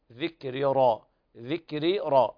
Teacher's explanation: هنا تخليص الكسر من الفتح، ذكر را، ذكر را، الراء مرققة في ذكري ومفخمة في ربي